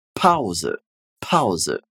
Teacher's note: Percebe que o P ele é bem explosivo e a gente tem a terminação com E, né? Não com A.